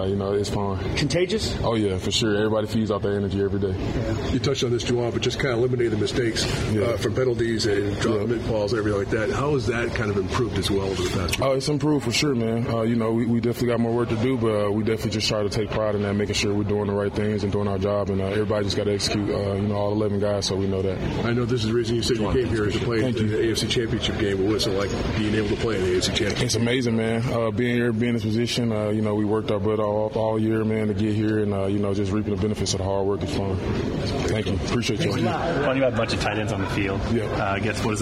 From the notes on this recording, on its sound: sound from the Chiefs' locker room yesterday at Arrowhead